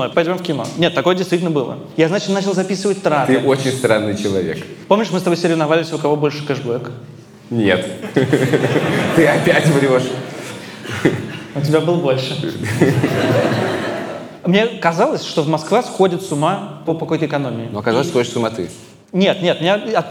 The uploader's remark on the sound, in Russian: Выпуск, записанный на сцене